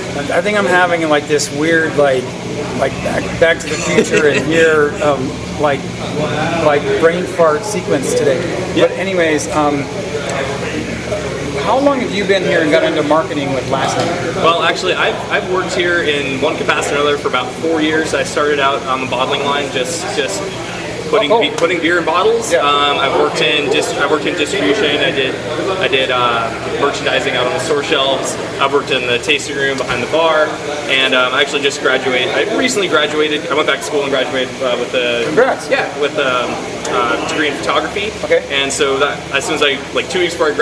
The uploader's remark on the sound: while enjoying their beers at the brewery